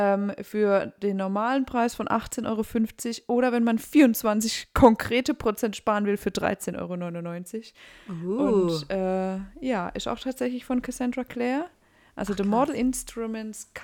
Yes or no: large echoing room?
no